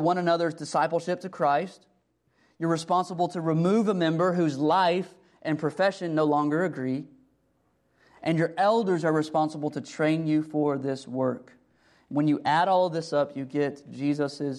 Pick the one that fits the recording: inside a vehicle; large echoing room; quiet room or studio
large echoing room